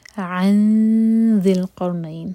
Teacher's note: cut off sound عن ذی القرنین عن عین حلق سے اور ذال کے لیے اخفا ٹائم دیں گے دو سیکنڈس ذی القرنین ذال کے نیچے کسرہ ہے ذیل پڑھیں گے اور